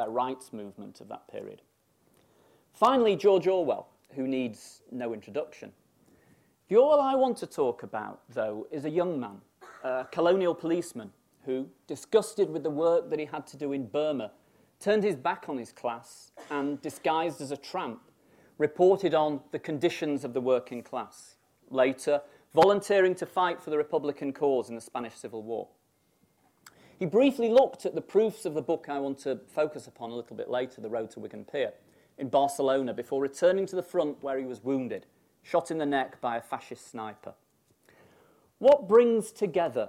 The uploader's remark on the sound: Birkbeck Inaugural Lecture